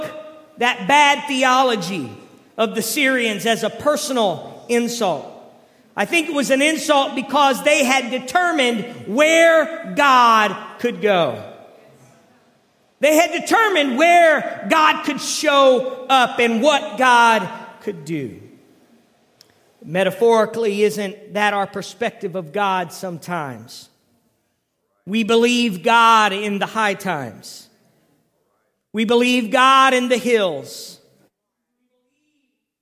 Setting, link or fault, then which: setting, large echoing room